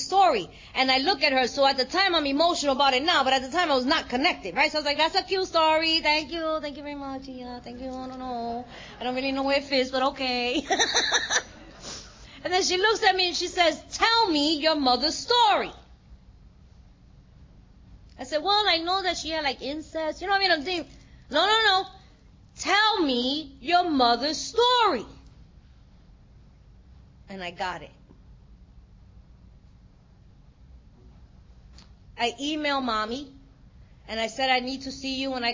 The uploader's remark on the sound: at the 2023 Fellowship of the Spirit Conference